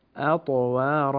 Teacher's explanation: فخم حرف الطاء حتى لا تكون تاء